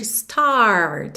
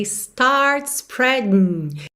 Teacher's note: … realmente enrola a língua nos R's. Então, a gente ouve claramente start, aquele R da porta com a perna esquerda, ok?